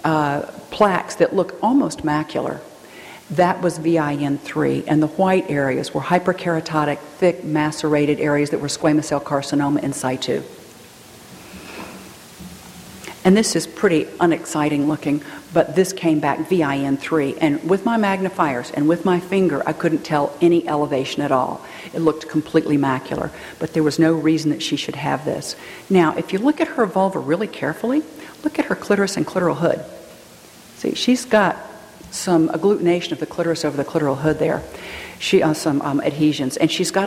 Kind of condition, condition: setting, live audience